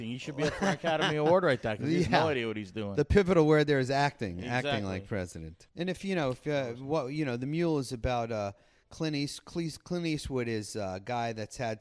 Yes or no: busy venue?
yes